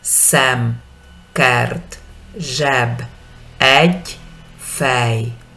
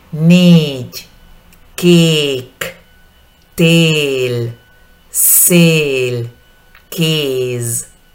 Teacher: La letra boba, como le decimos, E, cae el mentón y la E con tilde donde sonrío de oreja a oreja y estiro la vocal. · Term: la vocal boba